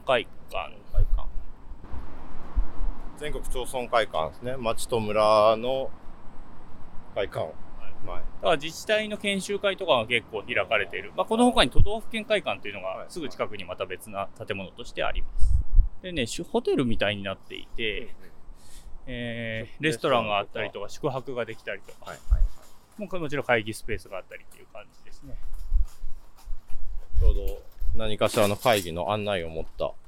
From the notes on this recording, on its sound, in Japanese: 夏休みお出かけ企画の第２弾は憲政記念館を出発して国会周辺を散策。後編は国会図書館から政党本部、旧永田町小学校などをぶらぶら歩きます。音声に風の音が入っていて御聴き苦しいかもしれませんがご了承ください。